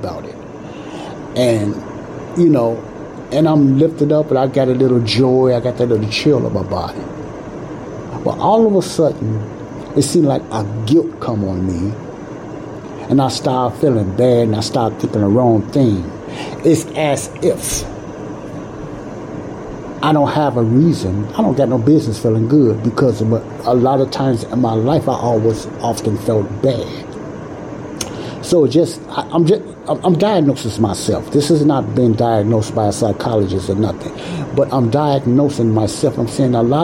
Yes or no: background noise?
yes